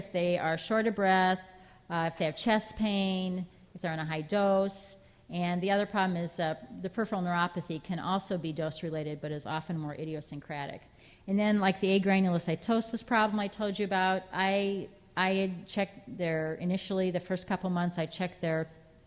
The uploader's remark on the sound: Audio podcast from the 1st Annual SDPA Summer Dermatology Conference in Chicago, IL.